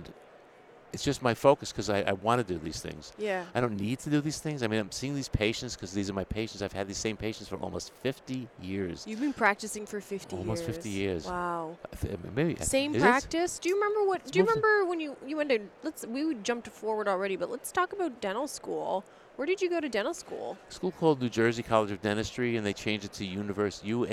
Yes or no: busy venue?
yes